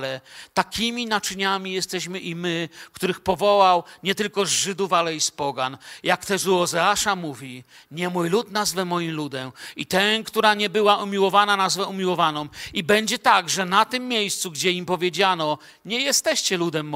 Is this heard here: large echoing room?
yes